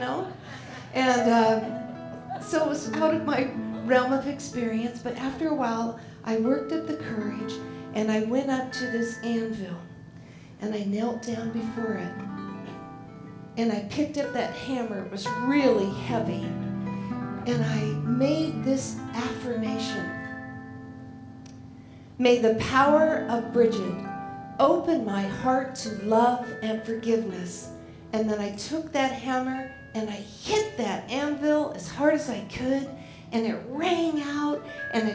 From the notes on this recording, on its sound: Live at The Fremont Theater in Portland, Oregon Presented by Portland Story Theater.